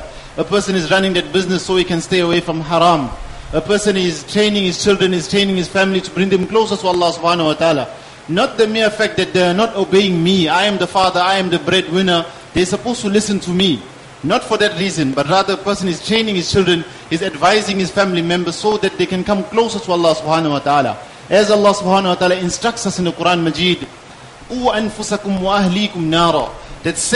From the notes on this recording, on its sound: Jumuah lecture.